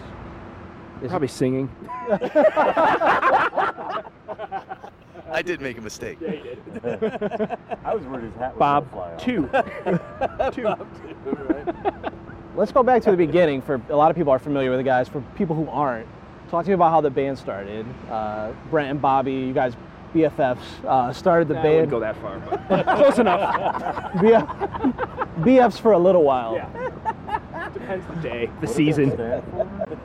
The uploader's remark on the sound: Live at The Cleveland Sessions